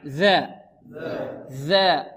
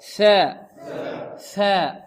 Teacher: لا فرق بين الذال والثاء إلا الجهر